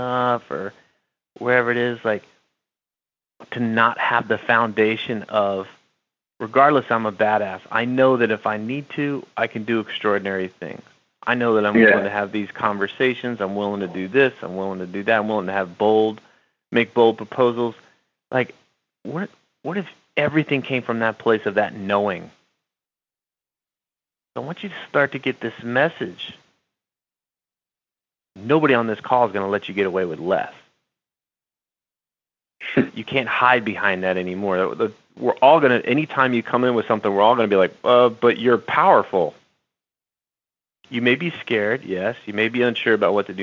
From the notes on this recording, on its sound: An Excerpt from a Live Coaching Call. On this live group coaching call.